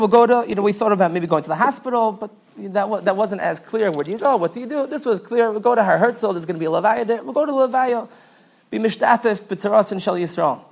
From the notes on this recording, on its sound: Night Seder Thursday Night. Shiur recorded in Yeshivas Ohr Reuven, Monsey, NY.